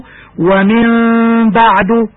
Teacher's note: قلبنا النون الساكنة قبل الباء ميما ساكنة وأخفيناها بغنة فأصبحت تقرأ ومن بعد. · Term: الإقلاب